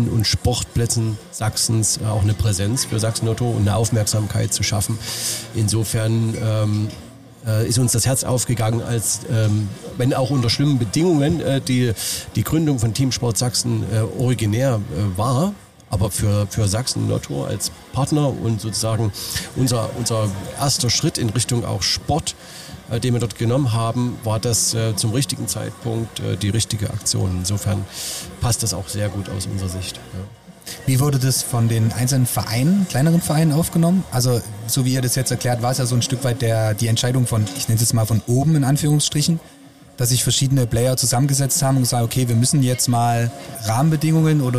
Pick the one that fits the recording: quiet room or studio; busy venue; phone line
busy venue